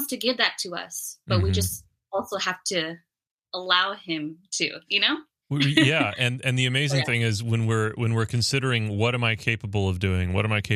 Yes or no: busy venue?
no